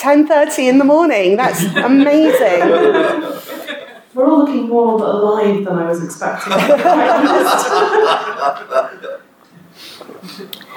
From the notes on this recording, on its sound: Recorded at Reclamation 2022, the British Science Fiction and Fantasy Fan convention.